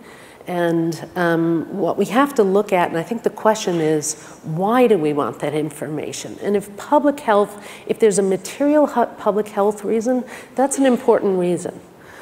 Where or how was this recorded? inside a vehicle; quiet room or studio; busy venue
busy venue